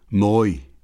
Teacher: Further back and rounded